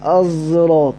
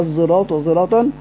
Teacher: وقرأ خلف عن حمزة بإشمام الصاد زاين في كل القرآن، بإشمام الصاد زاين يعني تقرأ الزراط، تقرأ الزراط زراطة زراطا وهكذا.